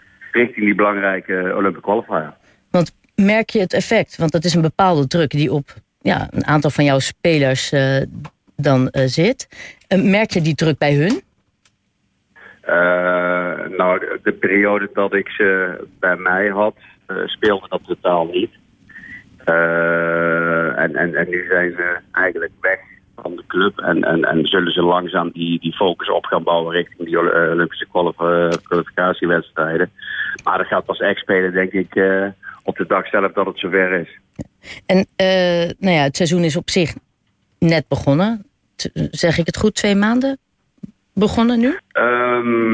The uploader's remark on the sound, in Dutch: belt met de 'recordcoach' van Bloemendaal